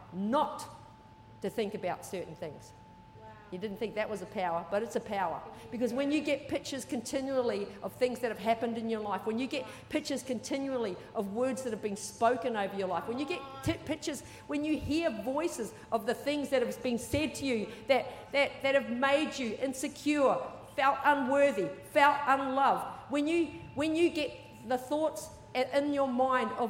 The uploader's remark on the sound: Recorded during our 9am service.